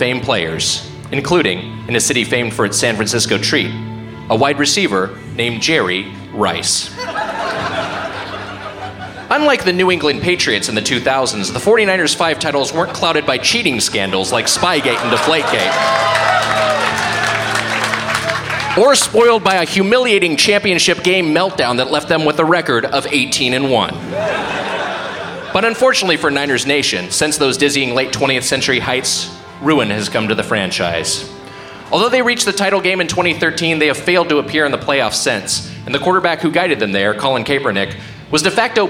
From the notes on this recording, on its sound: Recorded live in SF at Cobb's Comedy Club as part of SF Sketchfest.